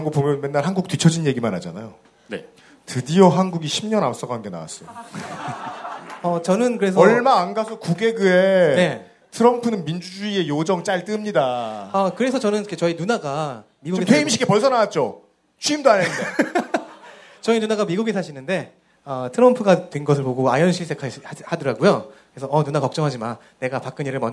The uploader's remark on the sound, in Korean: 200회 특집 공개방송.